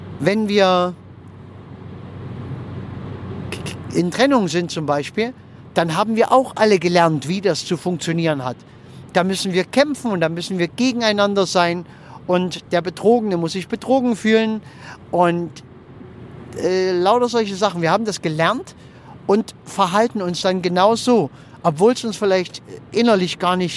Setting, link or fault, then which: setting, inside a vehicle